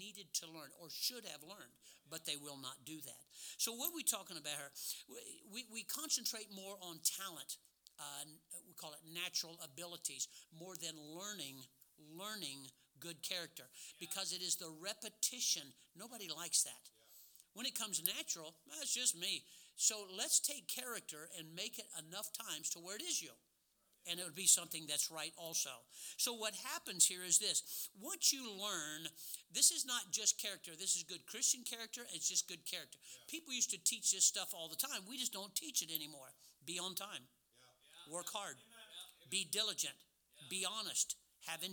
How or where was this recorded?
large echoing room